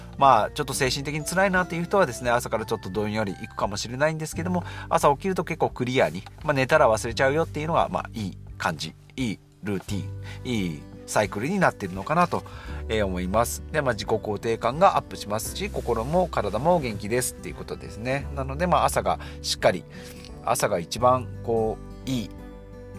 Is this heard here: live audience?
no